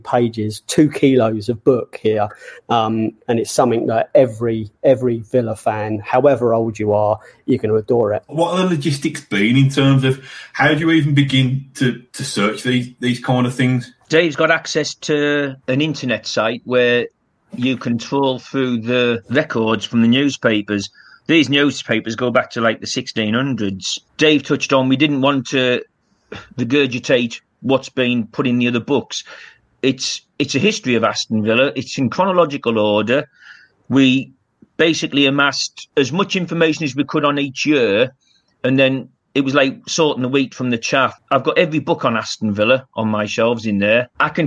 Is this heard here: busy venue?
no